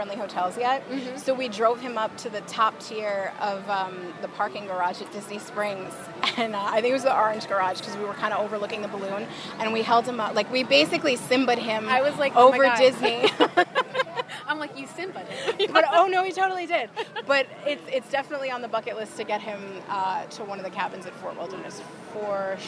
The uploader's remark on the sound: live from EPCOT